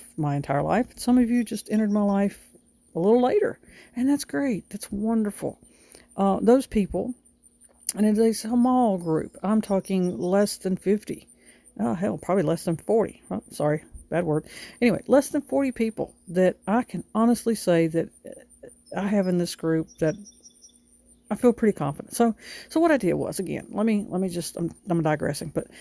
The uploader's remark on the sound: This episode was recorded over a few days on several different devices. From the comfort of her front porch, complete with the birds singing and neighbors car door locks sounding the horn. You will even hear a car or two drive by and a plane overhead.